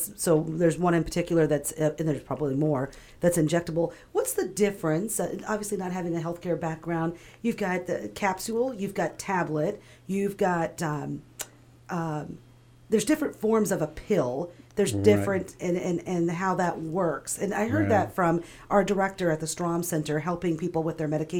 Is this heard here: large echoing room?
no